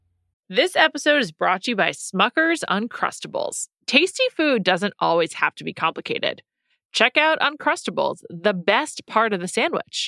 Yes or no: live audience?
no